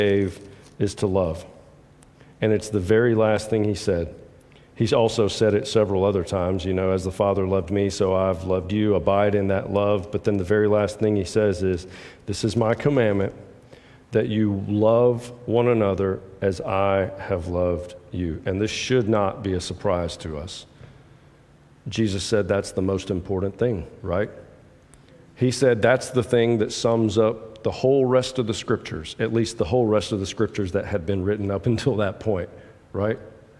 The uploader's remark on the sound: preaches from John 15:1-12 at the 8:30 contemporary service at Restore